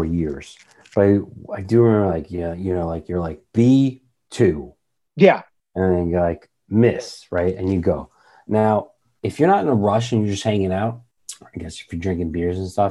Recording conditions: video call